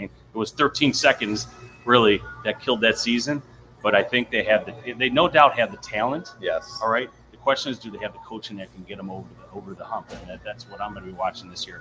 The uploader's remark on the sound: LIVE From Minogue's Beverage Center